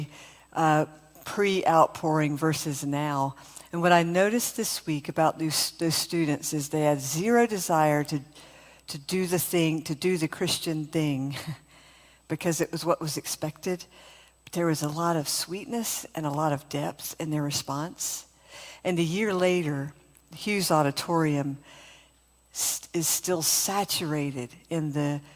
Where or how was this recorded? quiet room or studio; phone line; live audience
live audience